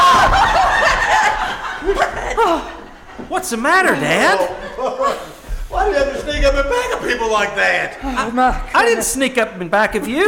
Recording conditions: live audience